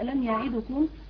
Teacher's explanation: كأنه يختلس ضمة الدال فتصبح كأنها حرف ساكن